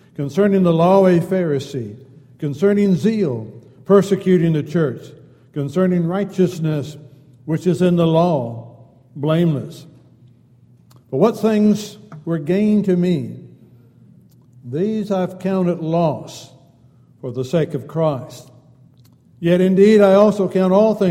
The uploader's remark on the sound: Downtown Church Of Christ Audio Sermon